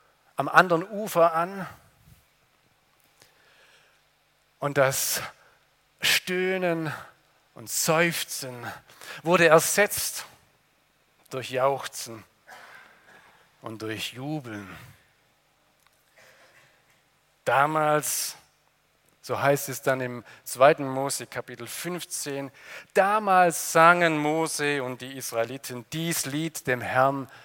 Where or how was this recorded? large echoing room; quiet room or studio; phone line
large echoing room